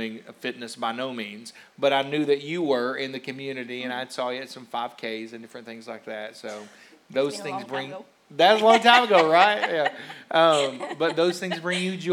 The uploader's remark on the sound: a rebroadcast of our service from October 31st, 2021